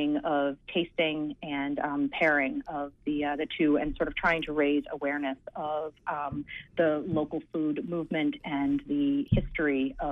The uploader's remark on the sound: This was WERU’s 3rd year celebrating Giving Tuesday with a call in show dedicated to area nonprofits. Representatives from area nonprofits called in to talk about the work they are doing in the community.